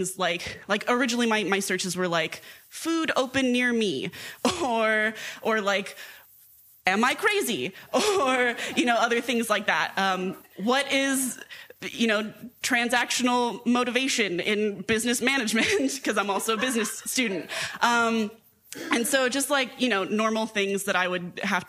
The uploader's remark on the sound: Recorded Live at New Prospect Theatre in Bellingham, Washington during the March, April and May 2023 Bellingham Story Hour Story Shares. Studio Recording and Editing. At Champion Street Sound Studios.